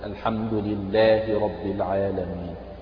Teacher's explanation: مد الألف في لله ومد الألف في العالمين، فهذه كلها من المدود الطبيعية، وهي مدود أصلية.